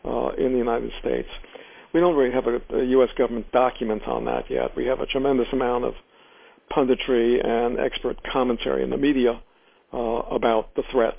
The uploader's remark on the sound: In this brief excerpt from the teleconference